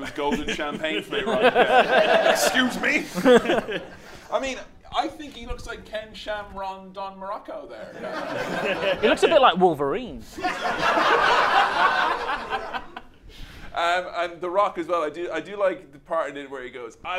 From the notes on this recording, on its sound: LIVE at the London Podcast Festival 2018 in front of a sold out crowd.